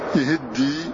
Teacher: فمن كسر الياء والهاء فإنه أدغم التاء في الدال. فمن كسر الياء يهدي، هذه التاء أدغمها في الدال، فذهبت التاء لإدغامها في الدال صارت يهدي.